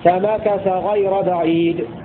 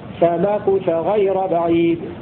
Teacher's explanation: قرأ عاصم بفتح الكاف بدلا من ضمها · Shown in: first take